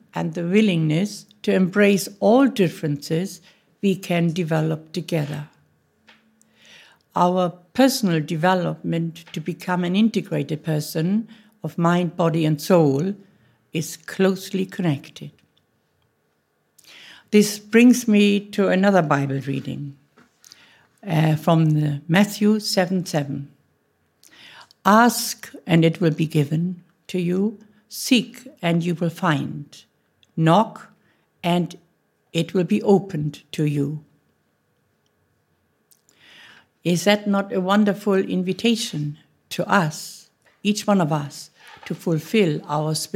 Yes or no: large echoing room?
yes